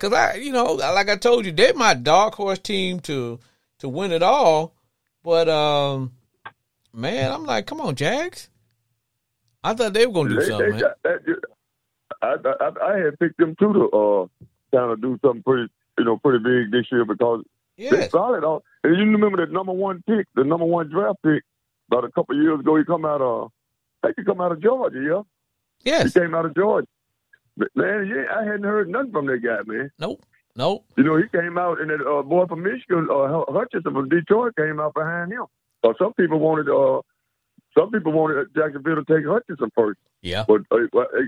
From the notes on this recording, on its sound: Is a one hour live streaming Sports Entertainment Podcast where callers get up to 2 minutes to blow off steam.